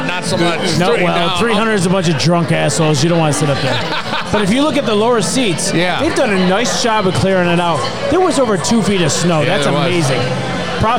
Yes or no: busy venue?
yes